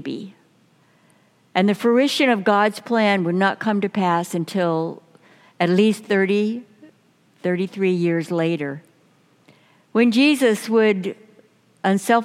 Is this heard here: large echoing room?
yes